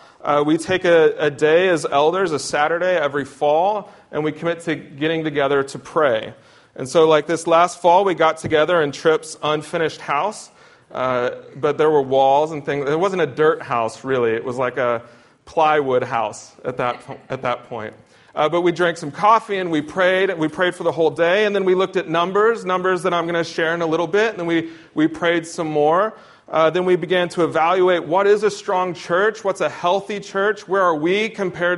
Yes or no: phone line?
no